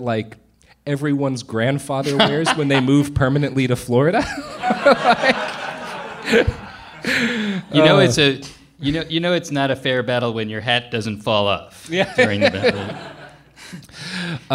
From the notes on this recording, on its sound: joined live for SF Sketchfest